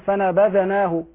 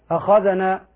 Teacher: وكذلك تجب العناية بحرفي الذال والثاء، بحرفي الذال والثاء. الذال إذا سكنت لا تقلقل · Shown in: second take · Term: سكون الذال